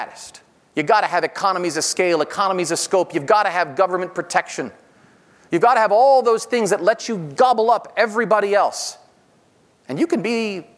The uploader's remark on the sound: This episode features a keynote speech. Recorded live at The Northern Miner's Progressive Mine Forum held at the MaRS Discovery District in downtown Toronto in mid-October 2019.